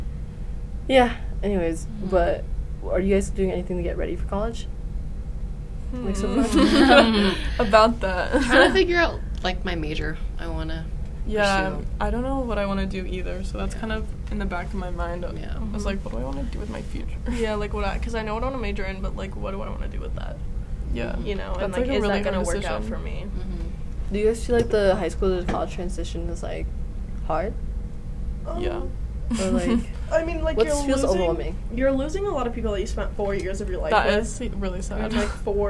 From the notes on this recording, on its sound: We apologize for the interview's background noise.